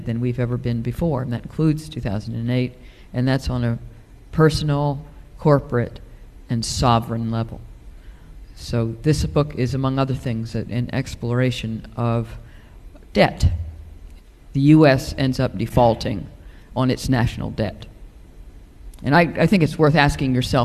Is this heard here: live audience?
yes